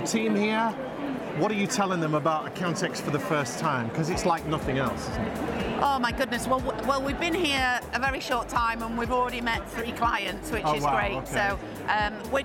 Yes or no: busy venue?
yes